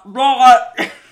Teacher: Aussies replace the hard T with a short, almost guttural noise